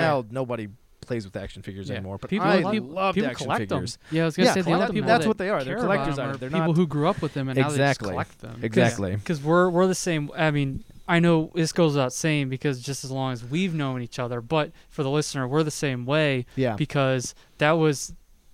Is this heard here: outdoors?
yes